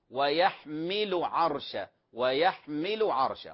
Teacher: إياك أن تشبع الضمة حتى تصبح ماذا؟ حتى تصبح واوا، فلا تقول ويحملوا عرش ويحملوا خطأ ويحمل عرش ويحمل عرش وهكذا.